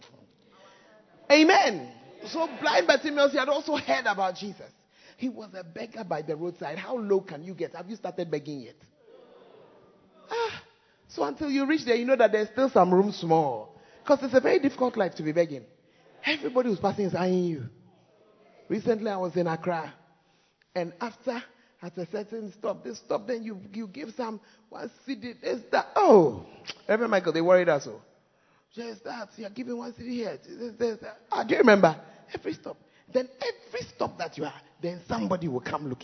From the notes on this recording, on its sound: Preached At The First Love Center, Ayeduase (Times of Refreshing).